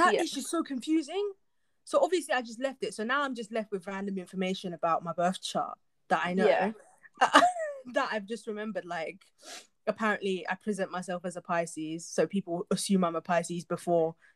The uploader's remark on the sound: As always there is some technical difficulty so we apologise for any inconvenience caused.